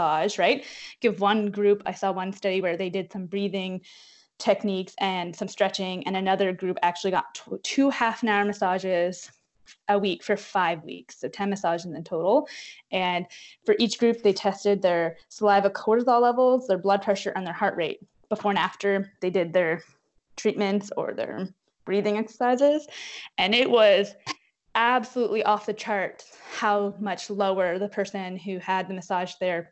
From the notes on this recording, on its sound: Please note we are currently practicing physical distancing due to the Coronavirus and we are recording the the MTP remotely.